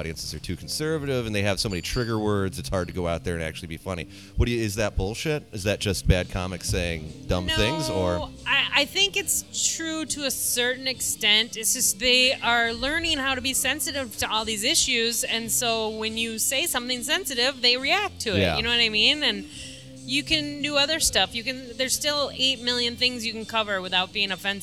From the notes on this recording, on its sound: We hide in a corner of Otter's Saloon